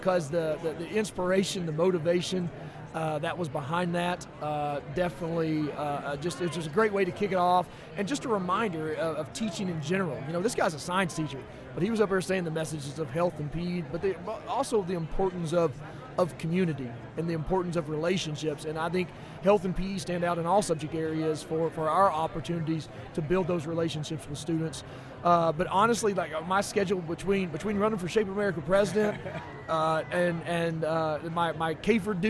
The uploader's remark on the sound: Broadcasting LIVE from SHAPE Nashville! Tune in to hear all the fun and insight from the national conference as it took place from the US Games booth in the Exhibit Hall.